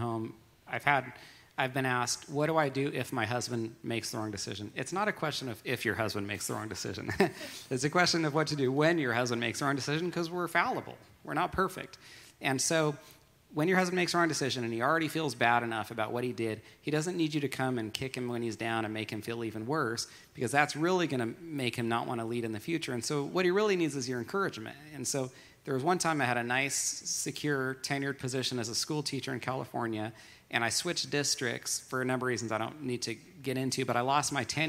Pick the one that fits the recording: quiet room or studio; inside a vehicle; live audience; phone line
live audience